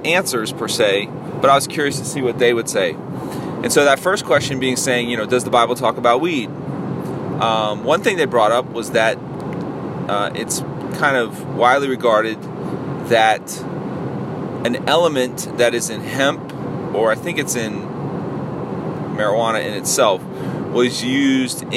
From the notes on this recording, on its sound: a solo dolo podcast while i was driving